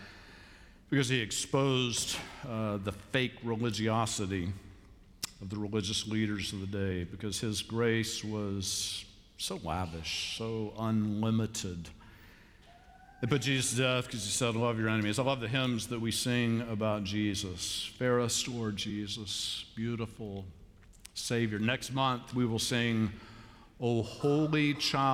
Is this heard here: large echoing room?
yes